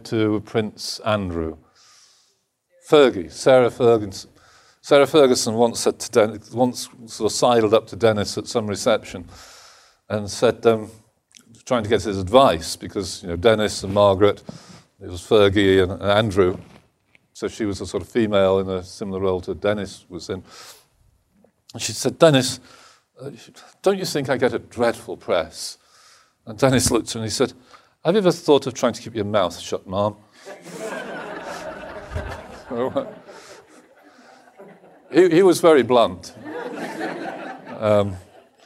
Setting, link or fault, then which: setting, live audience